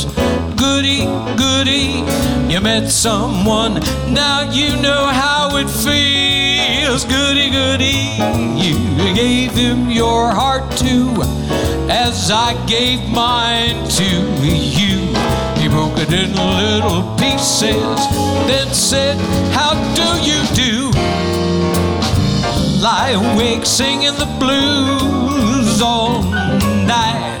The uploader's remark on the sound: Live at the South Point Casino